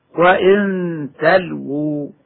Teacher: فالوقف على كلمة تلو وحدها مد طبيعي يمد بمقدار حركتين